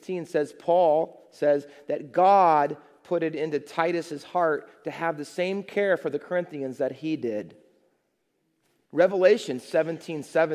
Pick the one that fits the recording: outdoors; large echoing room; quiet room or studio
large echoing room